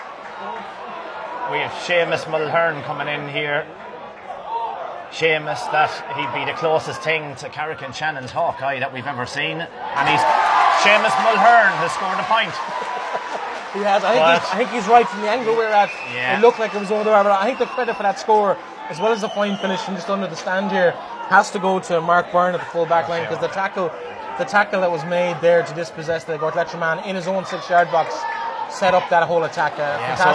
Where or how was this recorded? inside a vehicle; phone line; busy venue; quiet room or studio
busy venue